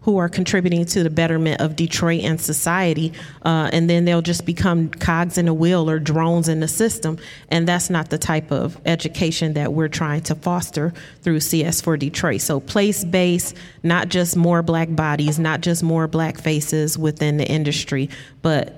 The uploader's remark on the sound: This week Authentically Detroit hosted a special live podcast